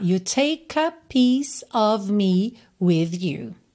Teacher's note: você já vai juntar o K no A